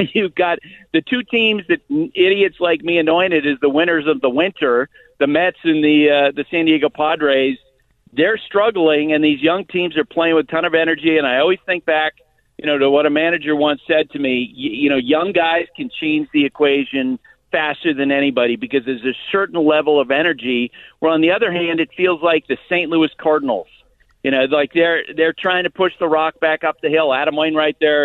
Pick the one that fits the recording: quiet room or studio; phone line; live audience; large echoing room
phone line